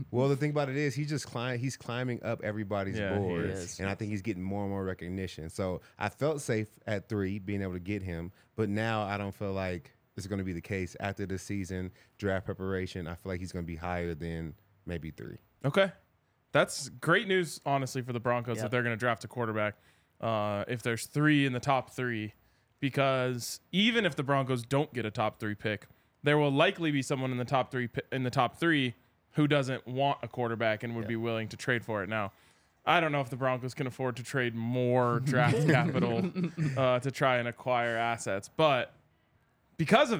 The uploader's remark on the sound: coming to you LIVE from the DNVR Bar